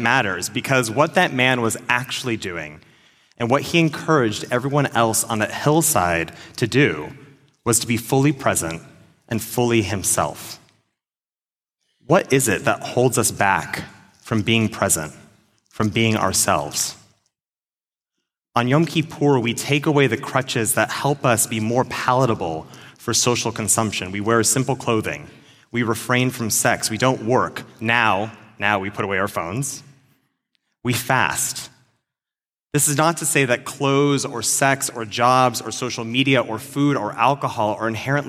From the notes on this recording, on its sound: At our 5784 Kol Nidre service